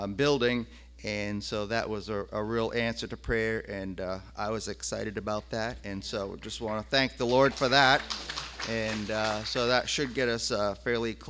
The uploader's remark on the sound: The audio from our service on July 5, 2020.